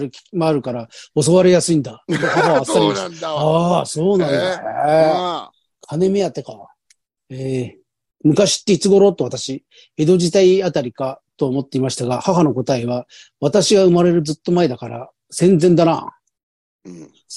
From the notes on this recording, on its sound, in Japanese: ZOOMで収録